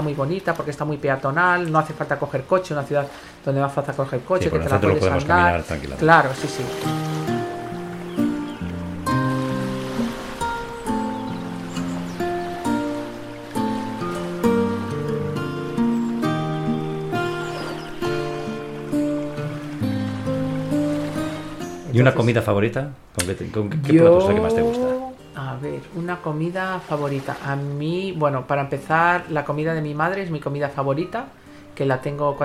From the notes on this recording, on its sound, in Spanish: nos acompaña el sonido de las olas del mar para ponernos en modo “relax”